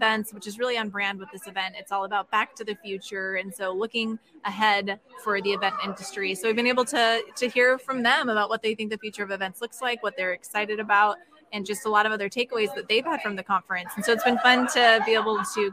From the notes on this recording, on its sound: In this episode, we're coming to you from the 2023 MPI Cascadia Educational Conference in Blaine Washington. The MPI Cascadia Educational Conference (CEC) is a joint regional conference for the Oregon and Washington State Chapters of Meeting Professionals International.